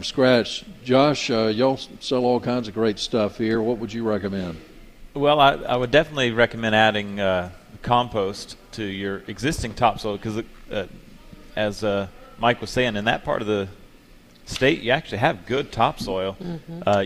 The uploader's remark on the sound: broadcasting live from Logan's Trading Company.